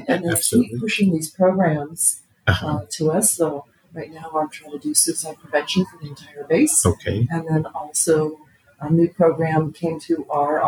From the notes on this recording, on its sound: Live at the 2023 Annual Conference in Denver Colorado asking participants.